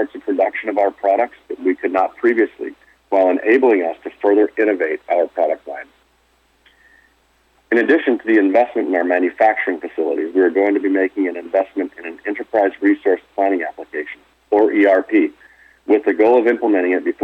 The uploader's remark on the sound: Medical Marijuana, Inc. (Pink Sheets: MJNA) 2019 Q2 Earnings Conference Call